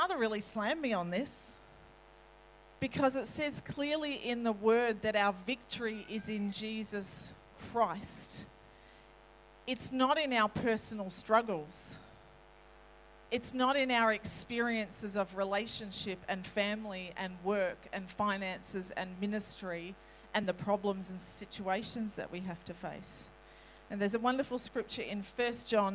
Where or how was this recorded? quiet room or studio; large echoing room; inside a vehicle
large echoing room